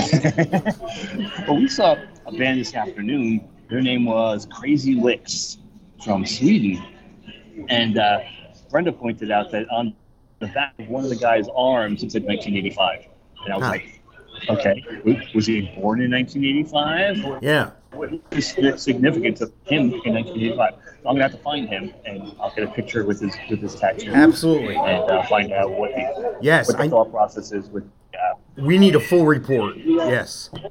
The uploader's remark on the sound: LIVE from MORC 22 Monsters of Rock Cruise 2022